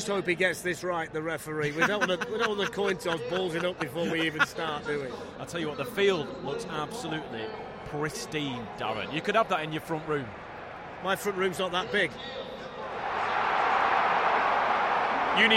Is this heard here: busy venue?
yes